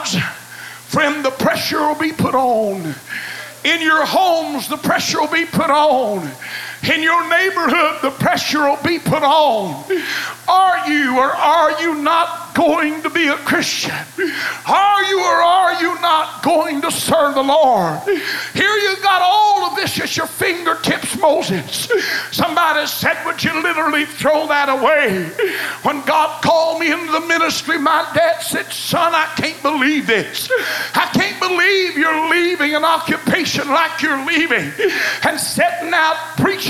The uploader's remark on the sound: The Best Choice is an excerpt taken from Choices which was preached at First Apostolic Church, January 19, 1993.